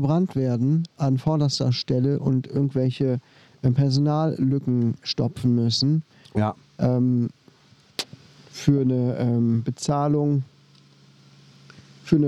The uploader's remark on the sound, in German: wir haben uns draussen getroffen, haben wunderbar in der Sonne gesessen, aufgenommen